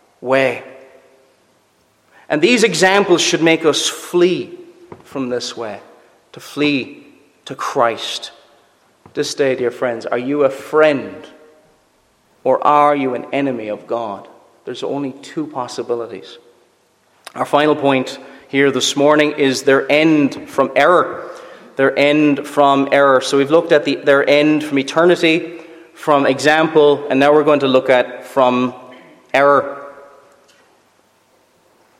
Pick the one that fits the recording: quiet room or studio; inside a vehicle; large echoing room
large echoing room